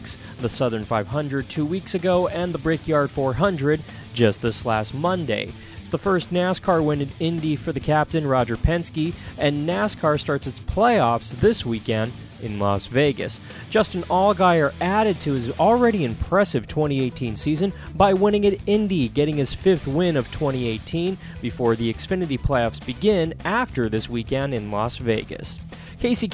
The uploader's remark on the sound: LIVE from NASCAR Playoff Media Day 2018 at the South Point Hotel in Las Vegas, NV.